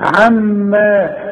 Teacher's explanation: جات لك الميمة اهي المشددة اللي لازم تغنها